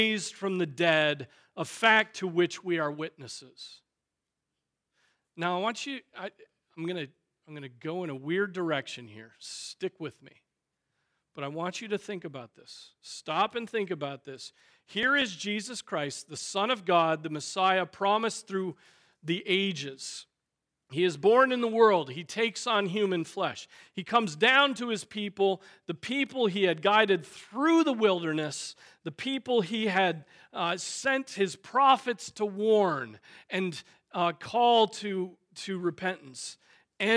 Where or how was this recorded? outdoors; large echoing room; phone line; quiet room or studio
large echoing room